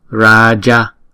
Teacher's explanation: Chữ A đầu chúng ta đọc là hai nhịp, chữ A sau đọc là một nhịp.